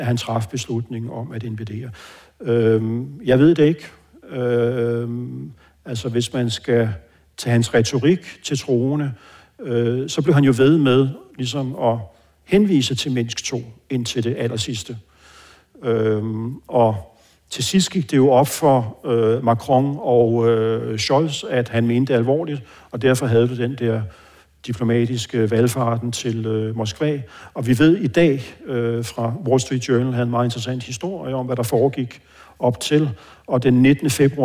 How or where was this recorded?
live audience